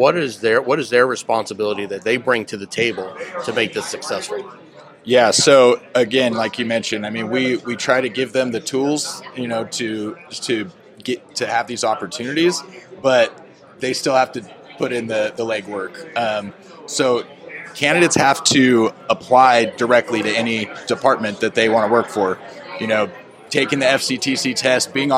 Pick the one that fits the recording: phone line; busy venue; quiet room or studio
busy venue